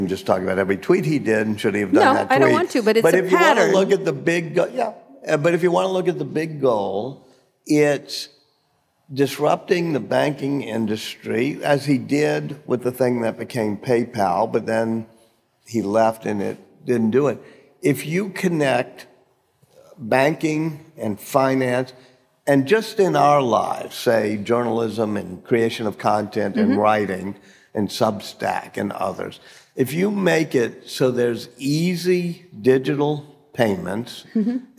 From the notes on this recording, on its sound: Taped in front of a live audience at the New Orleans Book Festival.